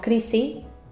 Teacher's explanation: algo muy típico de los murcianos es que no pronunciamos la S al final de una palabra